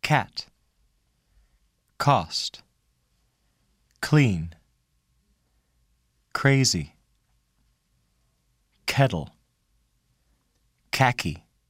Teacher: At the beginning of words, release k with a puff of air.